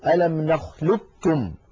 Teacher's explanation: القاف تتحول إلى كاف ويصير النطق بكاف مشددة · Term: إدغاما كاملا